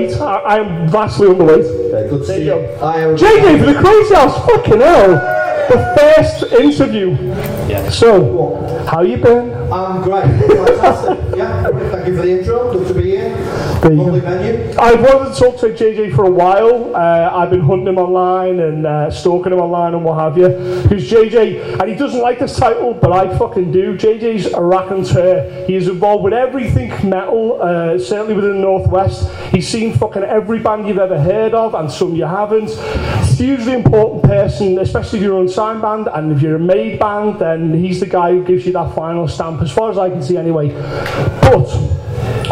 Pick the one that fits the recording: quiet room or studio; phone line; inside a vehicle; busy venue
busy venue